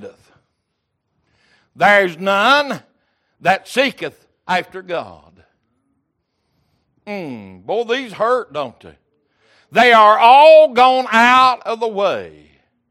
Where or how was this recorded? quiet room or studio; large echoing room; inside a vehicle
large echoing room